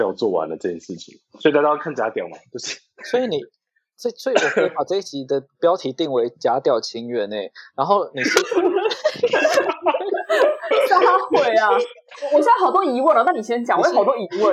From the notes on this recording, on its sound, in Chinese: 音質依然很差，但希望你們能包容。